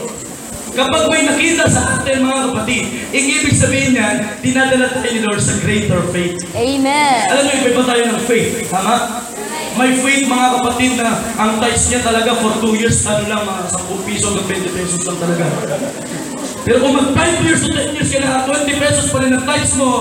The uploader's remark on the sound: Preached on a Pentecost Sunday celebration 2016.